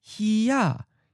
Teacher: He sounds like a seventh tone, mid-flat.